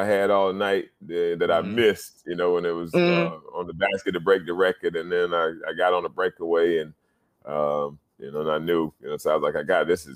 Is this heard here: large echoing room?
no